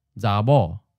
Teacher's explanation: On the other hand, in the word for female, zabo, the b spelled b is voiced. So your vocal cords just keep vibrating from the preceding vowel to the voiced b and straight into the next vowel